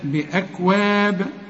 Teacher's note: مخلدون، بأكواب، اوعى تقلقل الكاف وتقول لي بأكواب، بأكواب، لا، بأكواب، الكاف دي من حروف الهمس نهمس فيها انما لا تقلقل